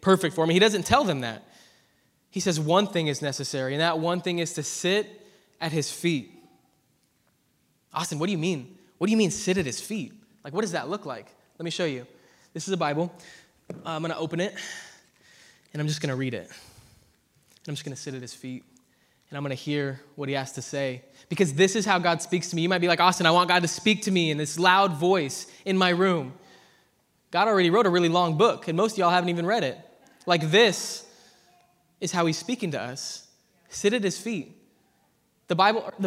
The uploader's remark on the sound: Preached at ZEAL Church in Hermiston, Oregon.